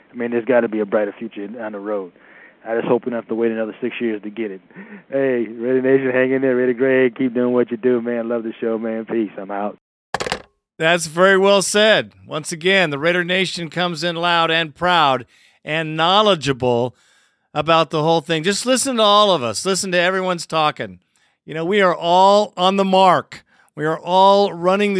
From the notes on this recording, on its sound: Raider Nation “Boneline” Call-in Segment.